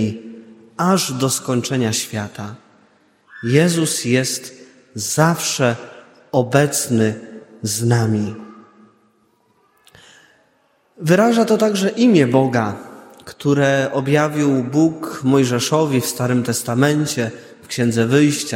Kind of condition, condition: setting, large echoing room